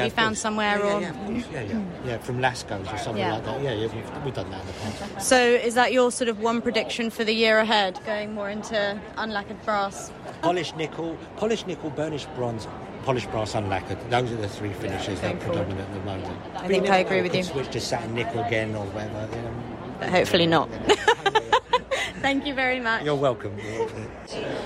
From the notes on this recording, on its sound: Chats live at Decorex 2022 in Earls Court.